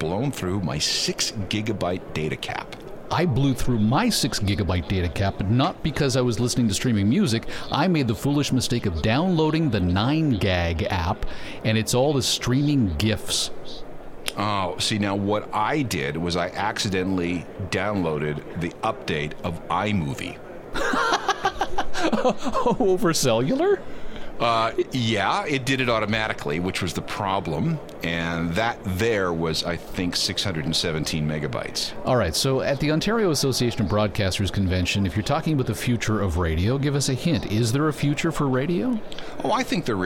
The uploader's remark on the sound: We are Live on Location at the Toronto Downtown Record Show!